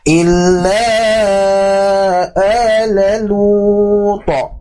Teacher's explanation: di mad adli sukunnya, perlu dipanjangkan, dipanjangkan terus dipantulkan